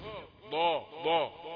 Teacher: ولا الضاء من صفاتها ايه؟ من صفات الضاد انها ايه؟ رخوة، وفي نفس الوقت فيها استطالة.